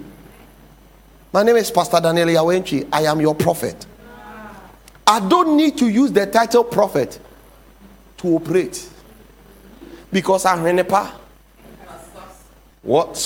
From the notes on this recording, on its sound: Sermon title preached at The Faithlife Church, Ghana-Tema Community 3 Site A.